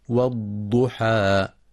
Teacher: ينتبه القارئ لتفخيم الضاد المضمومة مع إعطائها صفة الاستطالة، ويخطئ من يقرأ والضحى بالضاء والضحى، والصواب إخراجها من مخرجها